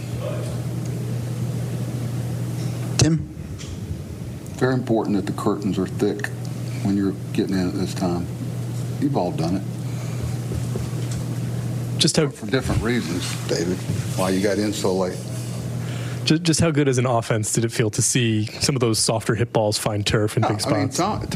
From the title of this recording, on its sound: Postgame Press Conference